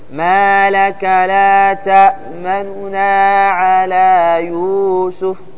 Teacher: اختلاس جزء من الضمة بحيث تصير كما يقال ثلث حركة، ثلث حركة. ما لك لا تأمننا على يوسف، بدل ما تكمل الحركة كاملة تختلس منها، تقصر منها قليل، وهي في الصعوبة، في فيها صعوبة، لكن الإشمام سهل. · Term: الاختلاس